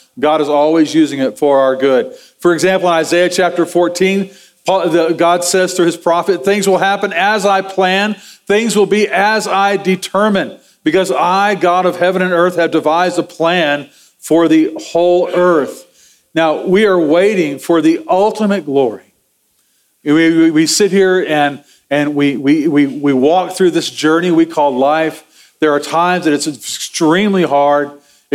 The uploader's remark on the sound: Sermon audio from Sunday, November 12, 2023.